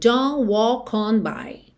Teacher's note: Aqui o que chama mais atenção é realmente o fato desse T do don't sumir completamente.